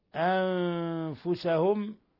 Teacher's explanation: نون ساكنة جاء بعدها الفاء إخفاء حقيقي